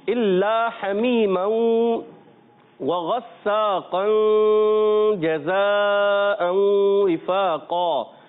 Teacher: تو نون ساکن یا تنوین کے بعد جب حرف اخفا میں سے کوئی حرف آتا ہے، جیم بھی حرف اخفا میں سے، تو اس لیے یہاں پر اخفا کا قاعدہ ہوگا، یعنی غنہ ادا کریں گے اور نون کو چھپا کر ادا کریں گے